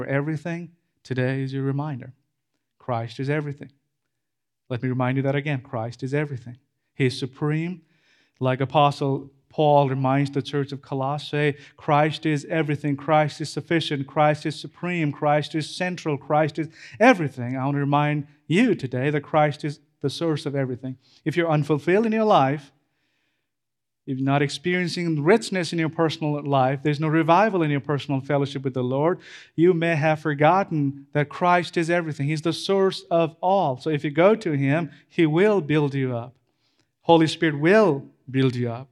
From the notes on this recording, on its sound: This Sermon was preached at CrossPoint Church, MS, Starkville.